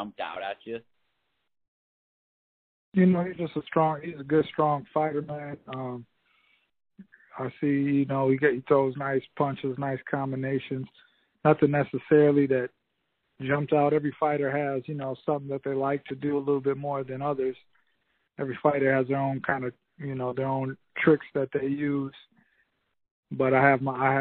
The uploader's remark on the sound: Conference call. Many thanks to Swanson Communications and the PBC for graciously providing this audio.